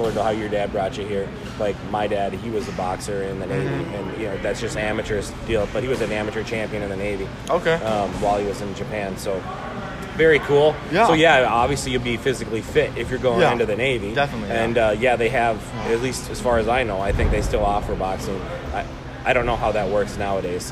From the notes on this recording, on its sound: At the Rice Street Old School Boxing Gym. The Minnesota Fight Night podcast.